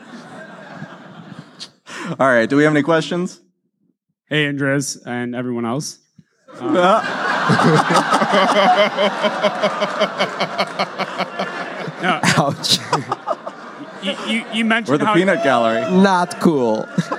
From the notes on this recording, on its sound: In-person and uncut episode recorded live at the Music Box Theater in Chicago, IL along with 700 of our closest friends. This episode was recorded live. Along with all the member of the audience who asked questions.